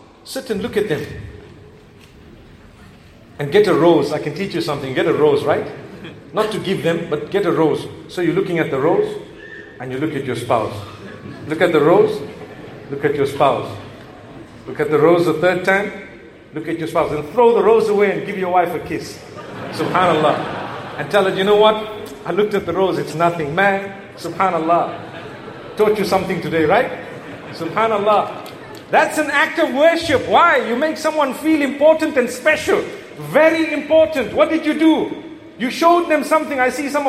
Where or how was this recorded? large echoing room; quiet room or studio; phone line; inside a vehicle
large echoing room